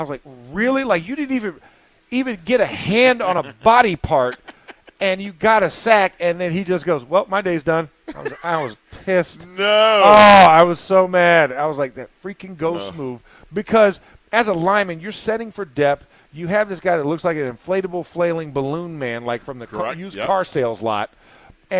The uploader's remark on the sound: In the Locker Room Live from Steelers Camp